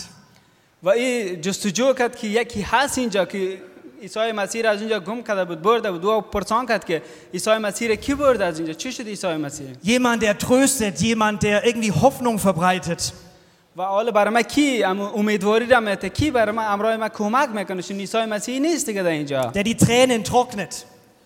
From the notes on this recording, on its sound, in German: aus dem internationalen Ostersonntag-Gottesdienst der Liebenzeller Mission